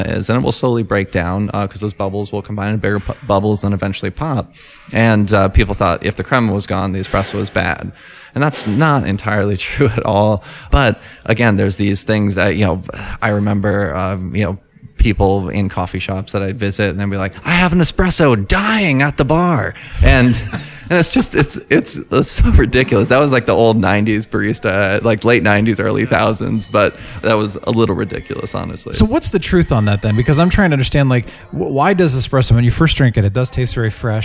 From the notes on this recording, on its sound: goes on location to Harbinger Coffee, a home-grown Fort Collins coffee roaster and cafe